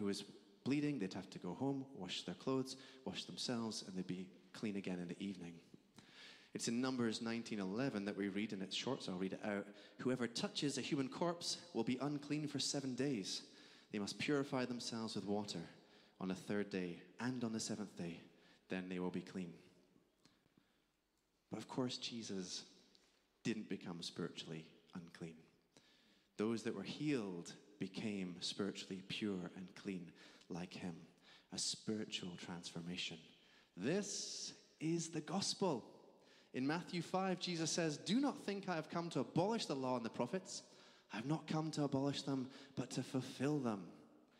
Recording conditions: large echoing room